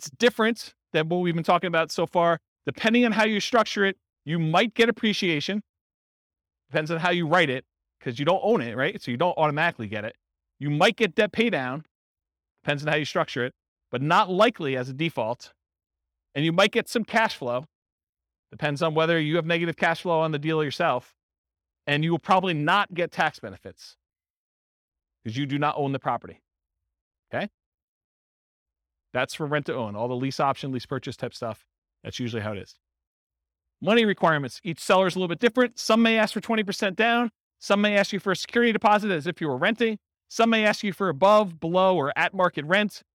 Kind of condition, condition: setting, live audience